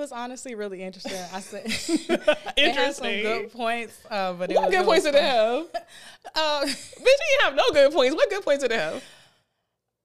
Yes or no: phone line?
no